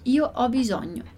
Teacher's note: o caso do S com som de Z, que é o caso do S entre duas vogais